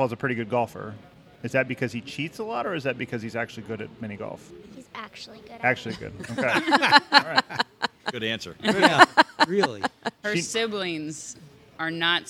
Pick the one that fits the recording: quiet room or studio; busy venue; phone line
busy venue